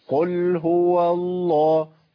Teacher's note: اللام بتاع اسم الجلاله لام مفخمه